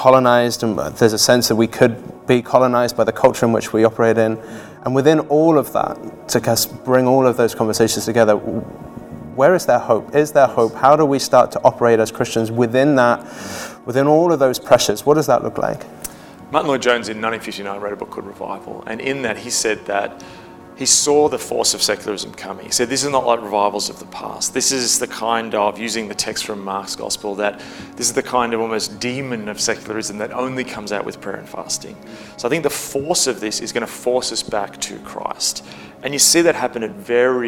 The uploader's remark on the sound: from Session 1 of Fabric City Conference 2018